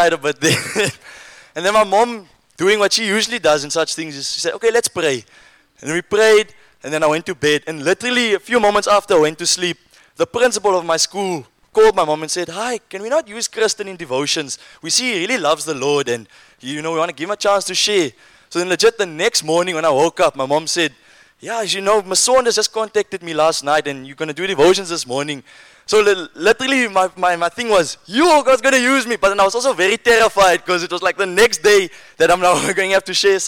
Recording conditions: live audience